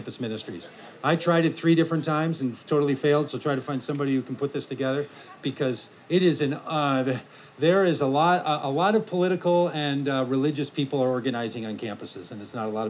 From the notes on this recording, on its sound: From The Wild Goose Festival. At the Wild Goose Festival in North Carolina in July of 2023.